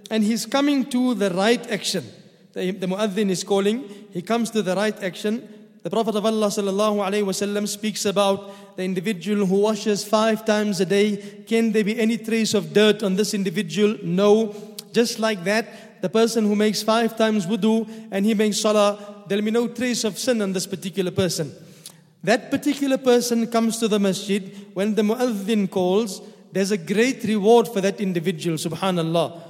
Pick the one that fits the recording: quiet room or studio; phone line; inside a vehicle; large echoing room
large echoing room